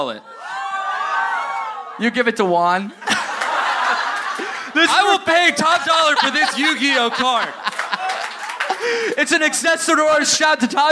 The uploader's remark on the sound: Live in Brooklyn! Recorded at "The Hall at MP" in Williamsburg, BK!